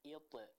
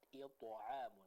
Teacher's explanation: Huruf to-nya itu sedikit terbaca dengan logat huruf e. · Shown in: second take · Ini kurang tepat.